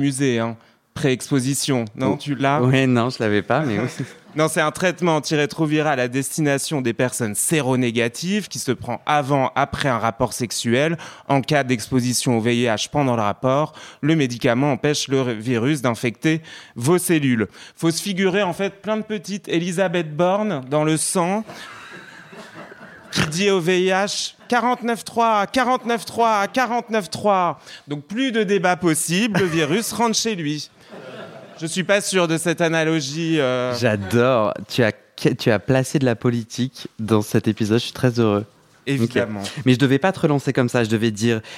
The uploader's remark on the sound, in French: Épisodes live en public à Paris.